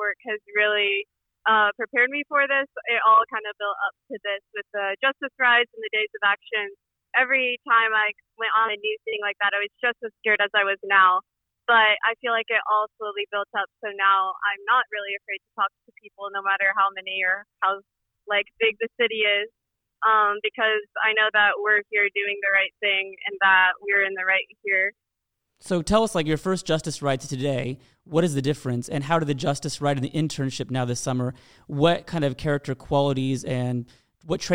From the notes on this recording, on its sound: debrief with us by phone